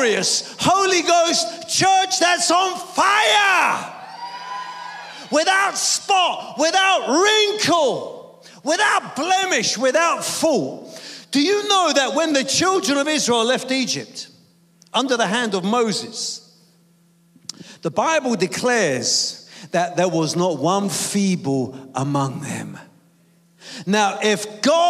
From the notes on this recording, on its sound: preaching at a Church in Thailand